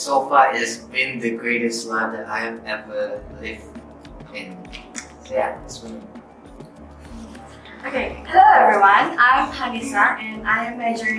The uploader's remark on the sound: With future teachers of Institut Pendidikan Guru Kampus Tun Abdul Raza (IPGKTAR) in Kuching, Malaysia Borneo. We had just finished a workshop on making for wellbeing and wellbeing for making. This episode is recorded on one microphone, so there are a few little moments of quiet.